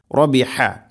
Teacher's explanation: തൊണ്ടയുടെ മധ്യഭാഗമാണ് ഹ എൻ്റെ മഖ്റജ്, റബിഹ. അതുപോലെ തന്നെ റബിഹത്തി താഇന് ഒന്നാമത്തെ താഇന് സുക്കൂന്, രണ്ടാമത്തെ താഇന് ഹർക്കത്തുണ്ട്.